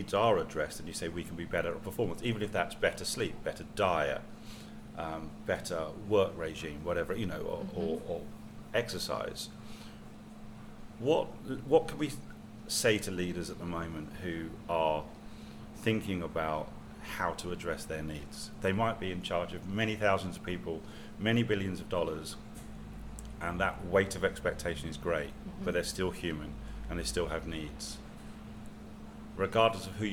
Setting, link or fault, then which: fault, sounds in the background